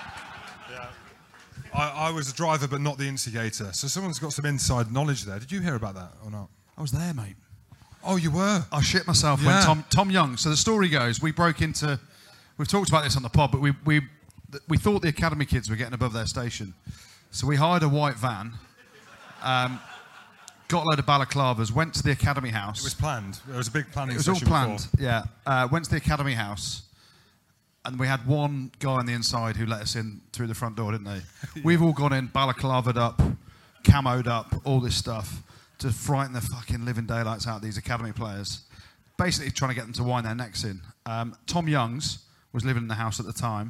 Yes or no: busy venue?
yes